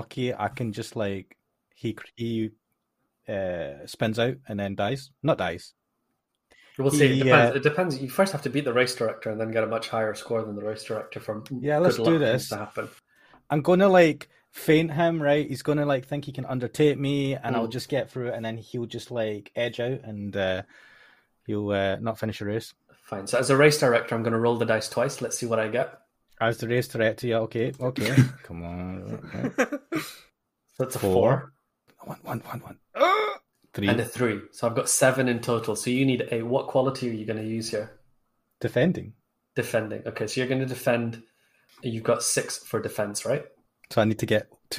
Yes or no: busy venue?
no